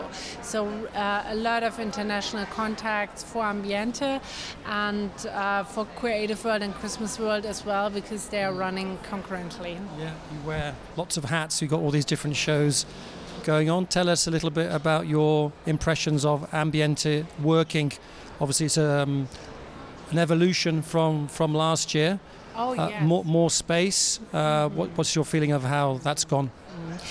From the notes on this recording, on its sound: A series of interviews from the show floor at Ambiente 2024 in Frankfurt, Germany. Mega consumer products show Ambiente took place in the German city of Frankfurt at the end of January.